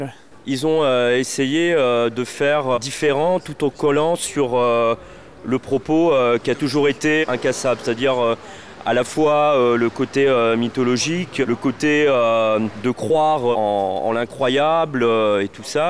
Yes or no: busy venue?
yes